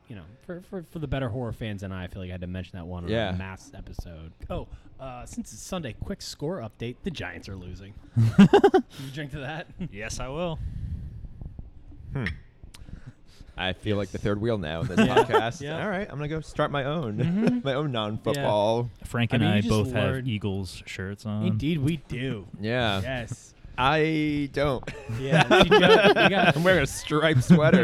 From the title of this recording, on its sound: LIVE FROM BREWERY ARS